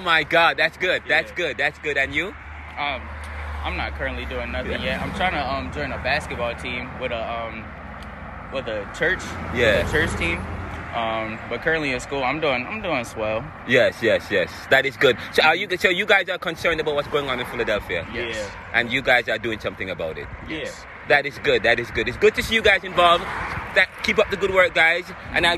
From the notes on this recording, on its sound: Broadcasting Live from the “Stop The Violence March in Philadelphia Pennsylvania. We started at Roosevelt Middle-school on Tulpehocken street and ended at MLK High School on Stenton Avenue Philadelphia, where the March turned into a Fair with hundreds of city residents and professionals, young and old, police and politicians and political.